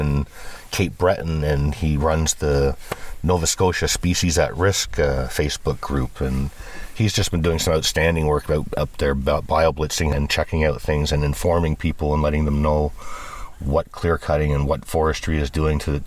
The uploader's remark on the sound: Glimpse a rainy forest walk at the proposed Goldsmith Lake wilderness areas. Get a small taste of some music at the festival!